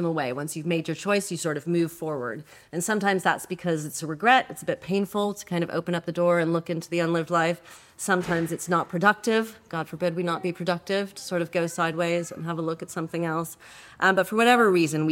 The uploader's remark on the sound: Recorded live at the Margate Bookie Literary Festival.